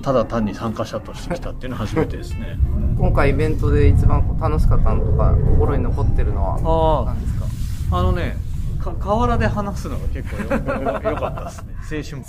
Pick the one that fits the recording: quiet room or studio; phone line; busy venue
busy venue